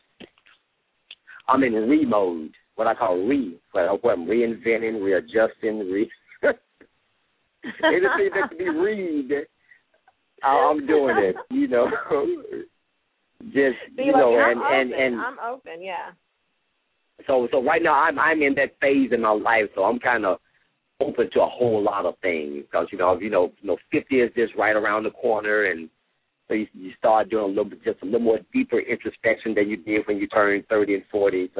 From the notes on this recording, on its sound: LML uses a progressive live call in format.